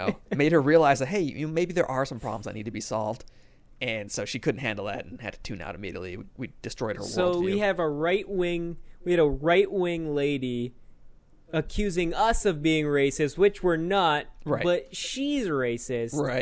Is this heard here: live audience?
no